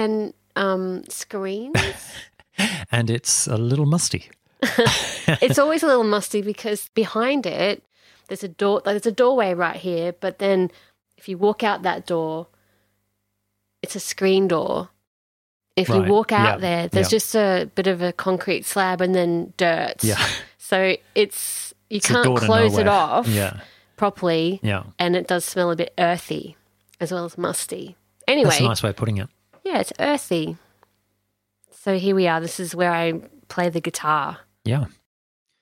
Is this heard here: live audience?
no